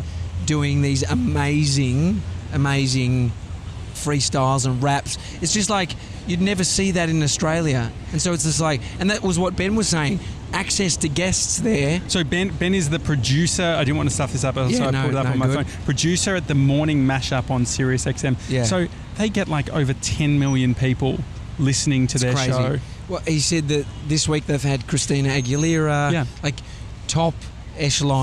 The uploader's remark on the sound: we're live from outside The Flatiron Building